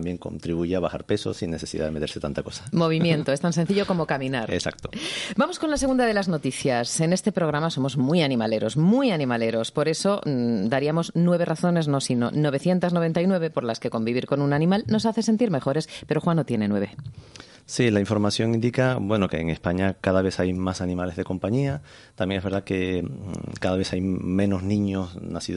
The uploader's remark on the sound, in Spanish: (por teléfono)